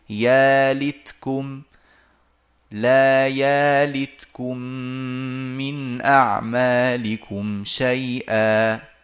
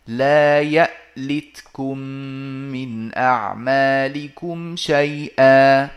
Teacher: يلتكم من أعمالكم شيئا قرأها الدوري أو قرأها أبو عمرو يألتكم بإضافة همزة بين الياء واللام ساكنة · Shown in: second take · وبقي الدوري آه، محققا لهذه الهمزة وأبدلها السوسي المرموز له بالياء